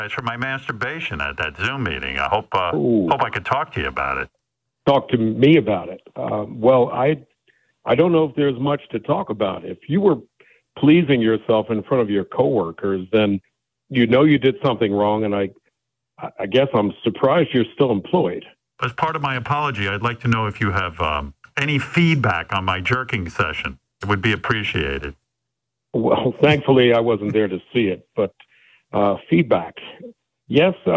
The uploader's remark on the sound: Phony Phone Call